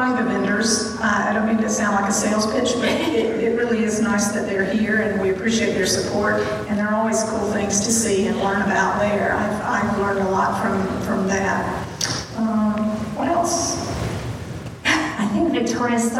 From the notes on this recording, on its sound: At the Crowne Plaza Atlanta Perimeter at Ravinia. This episode features a recording of an on-stage Q&A.